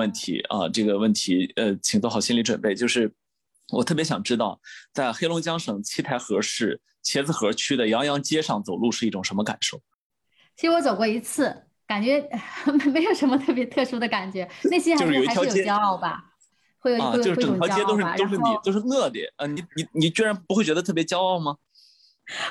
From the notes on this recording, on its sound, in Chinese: 本期节目的录制是用某会议软件录制的，音质不会像使用专业的设备那样清晰